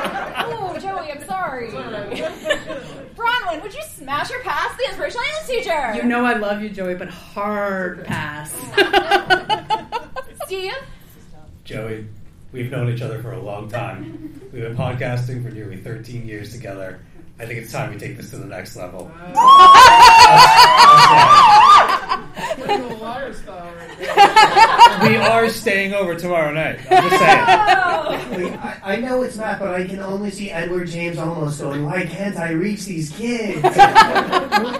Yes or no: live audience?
yes